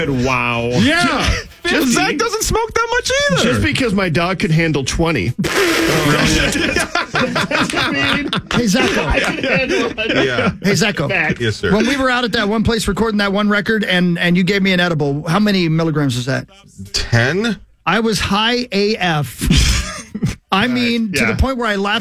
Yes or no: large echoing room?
no